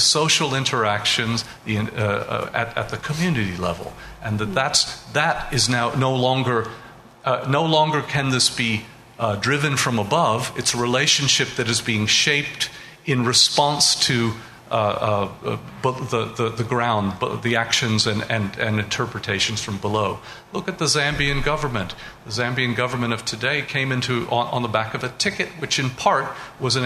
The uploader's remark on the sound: An audio recording of the proceedings of the LSE Cape Town Conference 2014